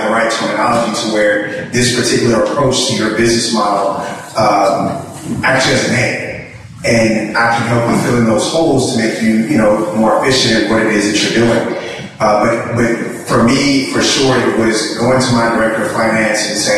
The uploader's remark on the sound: The event was recorded in front of a live audience at the Wrecking Bar Brew Pub near an area of Atlanta known as Little Five Points.